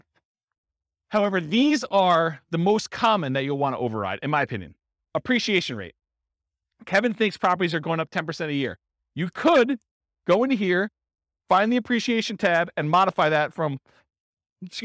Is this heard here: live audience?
yes